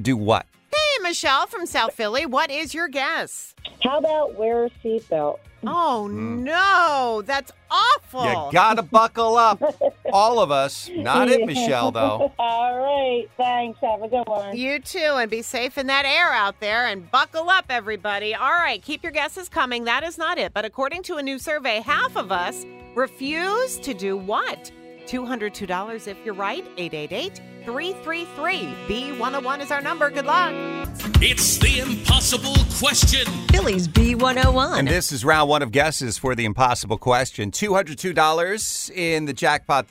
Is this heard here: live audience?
no